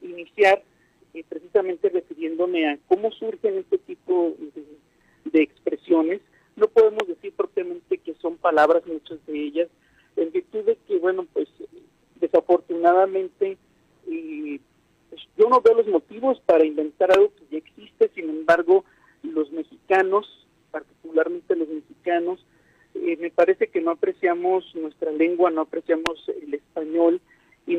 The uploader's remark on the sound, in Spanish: entrevistamos vía telefónica